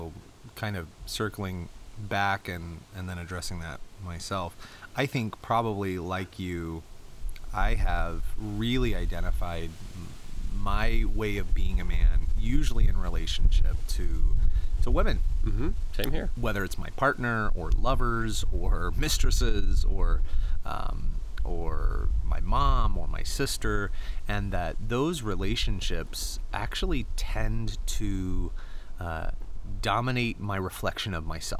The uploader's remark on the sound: This episode was recorded outdoors, sound quality suffers somewhat.